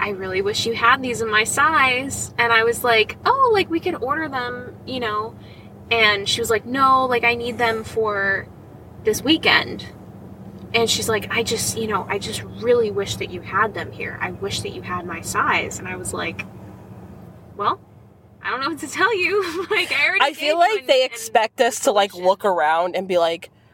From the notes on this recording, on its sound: Our first lifestyle carcast of 2023